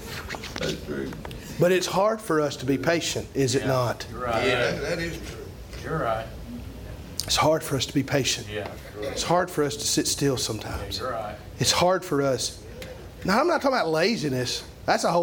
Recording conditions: large echoing room